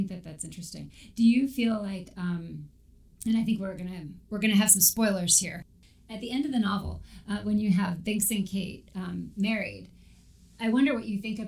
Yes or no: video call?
no